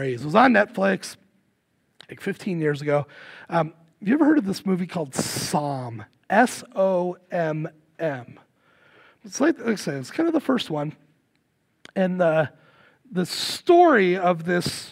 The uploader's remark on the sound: Recorded live at Word of Life Church in Le Sueur, Minnesota, on January 14, 2024. Powered by Restream (Bensound Royality Free background music).